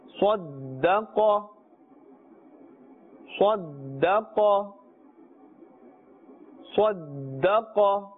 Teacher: Emphasis must be placed on the dal because it is a qalqala letter which has a tashdeed. Sad and qaf must be pronounced with a full mouth because these are huruf musta'aliya.